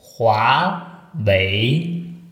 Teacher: Also zweimal geht die Stimme nach oben bei jeder Silbe. · Term: zweimal Hochtone